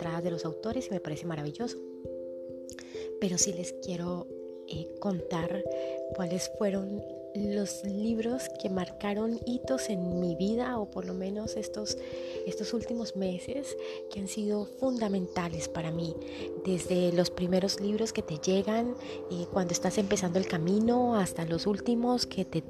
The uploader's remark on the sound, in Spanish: Y lo mejor...con el sonido de las loras de fondo.